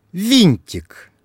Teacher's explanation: Здесь два согласных звука слышатся мягко «н» и «ть»